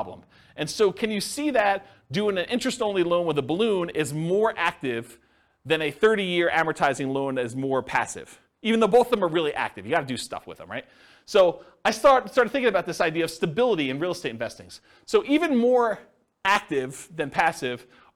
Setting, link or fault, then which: setting, live audience